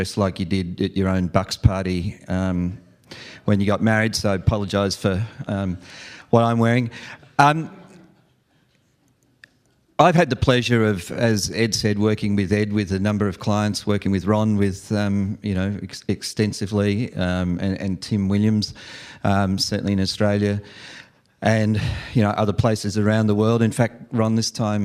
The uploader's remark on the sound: live event coverage of the VeraSage Symposium